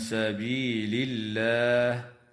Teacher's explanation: وترقق اللام في اسم الله لوقوعها بعد كسرة